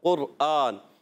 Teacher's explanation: جو موٹا قاف ہے قرآن والا قاف قرآن تو وہ جو ہے اس کا مخرج ہوتا ہے زبان کی جڑ اور تالو کا نرم حصہ